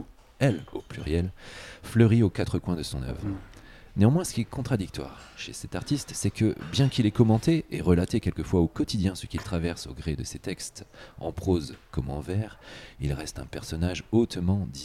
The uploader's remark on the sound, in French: Enregistré au bar Le Rouquet 188 Boulevard Saint Germain à Paris (7e).